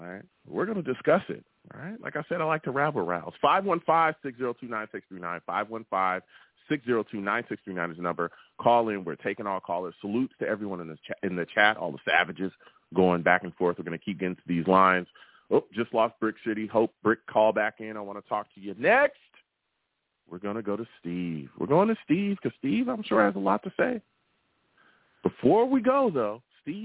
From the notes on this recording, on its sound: I take live callers!